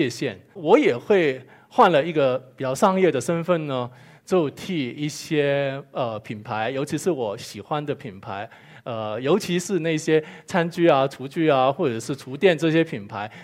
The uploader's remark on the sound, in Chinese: 一席现场